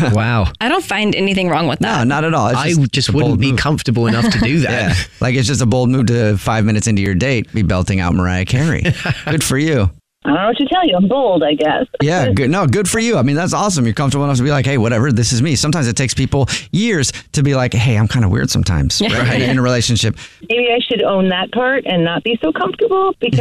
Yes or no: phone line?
yes